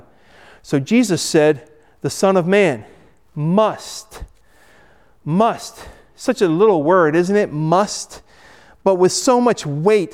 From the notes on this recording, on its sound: Recorded at Hudson UMC